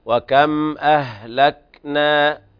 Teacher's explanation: انتبه إلى همس الكاف وليس فيها قلقلة. وكم أهلكنا، أهلكنا همس خفيف بدون زبزبة الحرف، يعني الحرف حصل له اضطراب مثل القلقلة.